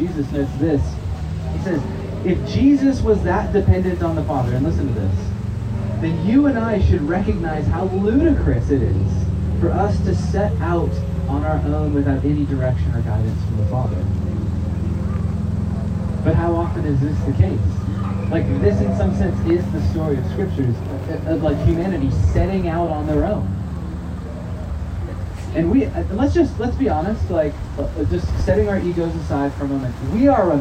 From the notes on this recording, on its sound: Recorded at Gray's Lake Terrace